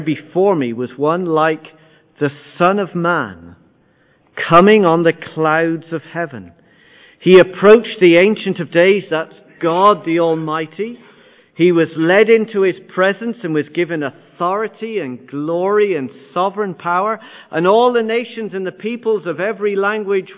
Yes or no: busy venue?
no